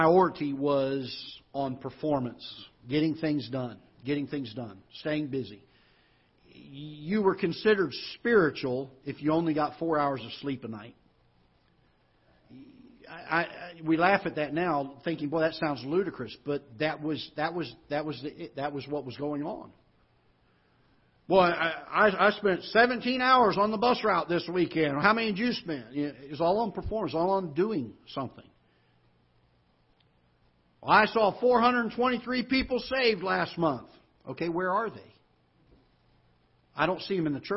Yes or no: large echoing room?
yes